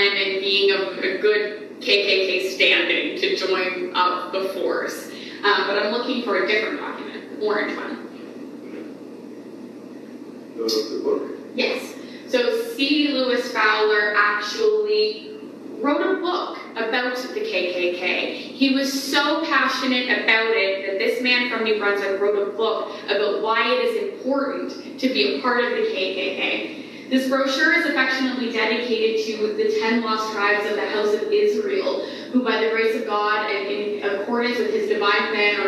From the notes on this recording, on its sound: On this weeks episode we are sharing a LIVE talk we gave at the Moncton Public Library.